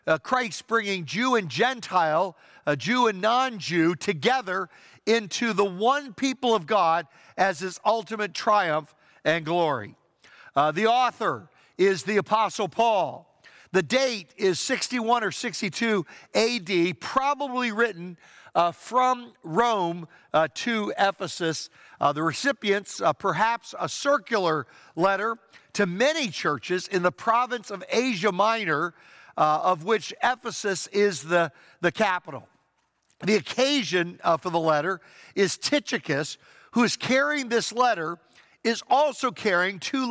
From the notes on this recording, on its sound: Traditional Worship (In-Person Service)